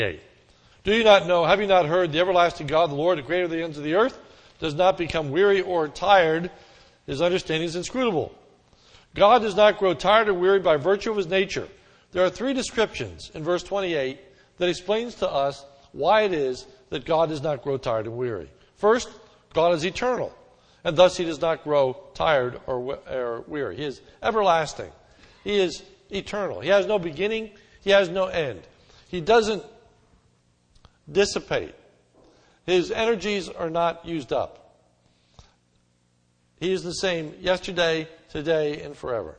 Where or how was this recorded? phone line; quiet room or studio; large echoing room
large echoing room